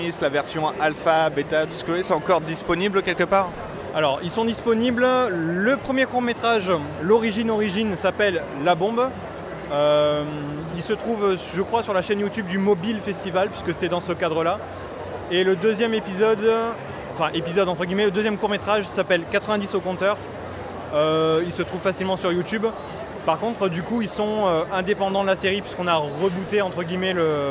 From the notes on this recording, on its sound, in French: Voici les interviews réalisées lors du Festival Francophone de la web série , qui a eu lieu lors du TGS 2016 à Toulouse. Voici les interviews réalisées lors du Festival Francophone de la web série , qui a eu lieu lors du TGS 2016 à Toulouse.